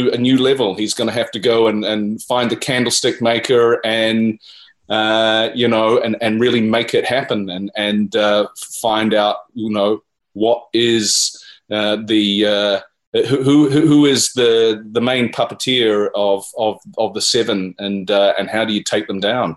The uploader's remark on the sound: Zoom roundtable